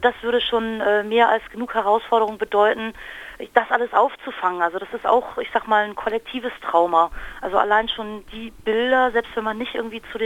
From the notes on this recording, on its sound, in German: Studiogespräch in vier Teilen. Per Telefon zugeschaltet.